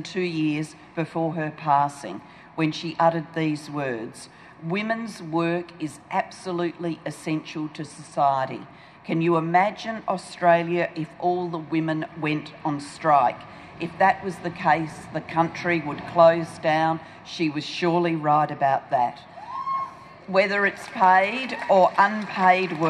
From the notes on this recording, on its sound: We go outside Victoria Trades Hall. With a very large crowd of people gathered for the unveiling of the workers' hero Zelda D’prano.